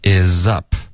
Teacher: up 结尾呢，嘴唇合上，导致一个干脆的停顿